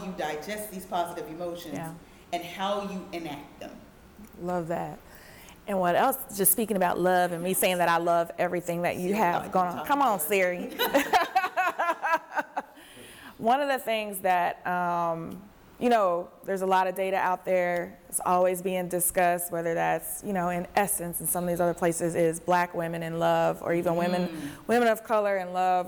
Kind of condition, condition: setting, live audience